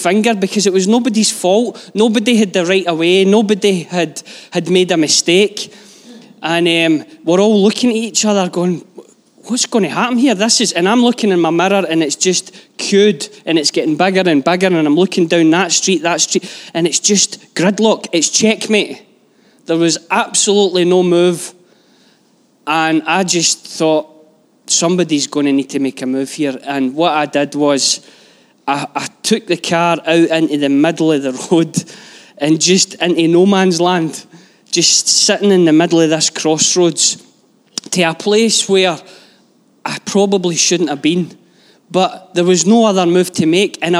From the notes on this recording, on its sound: Live from our Sunday gathering on 20/11/22